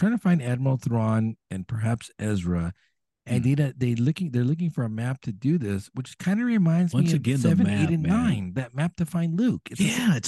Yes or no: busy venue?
no